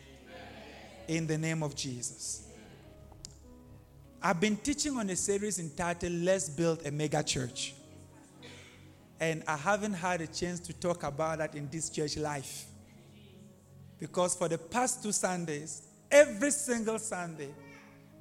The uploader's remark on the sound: preached live at ABC Robega